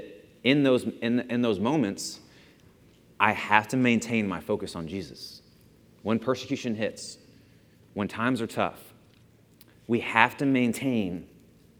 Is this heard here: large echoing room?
yes